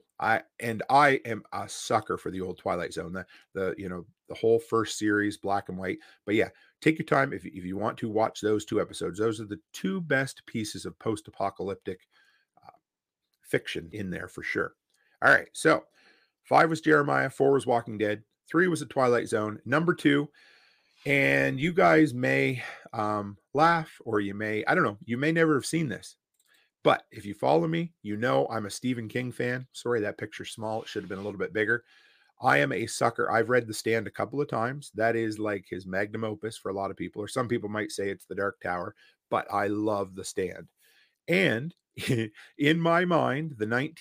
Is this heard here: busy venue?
no